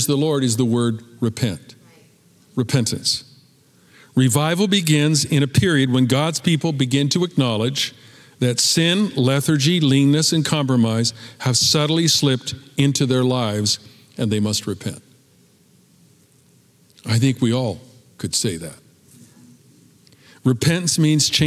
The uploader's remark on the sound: Recorded at Capital Church in Meridian, Idaho.